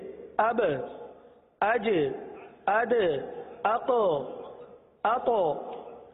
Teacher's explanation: مخرج میں جنبش ہو، جنبش سی ہو، جس کی وجہ سے آواز لوٹتی ہوئی نکلے · Term: قلقلہ